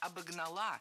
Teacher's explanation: ударение ставим на окончание, на традиционное для этой формы место